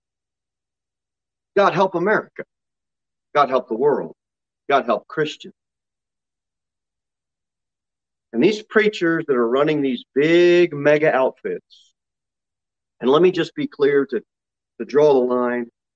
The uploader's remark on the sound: Sermon delivered at Pilgrim Baptist Church on Sunday, July 4, 2021, at 11:15 am. Jere Whitson Rd.